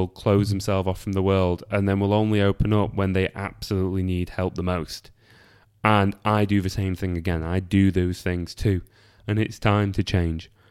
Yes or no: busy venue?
no